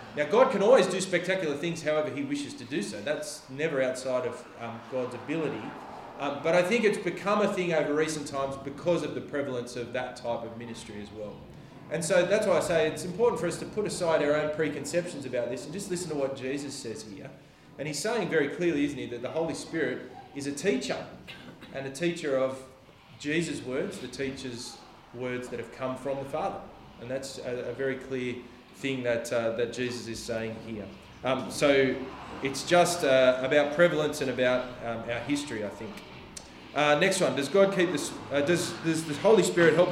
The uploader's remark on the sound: The sermon was preached on October 29th at all services of Helensburgh and Stanwell Park Anglican Church.